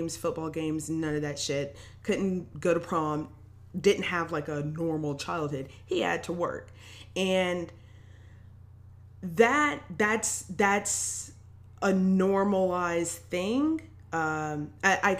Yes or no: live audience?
no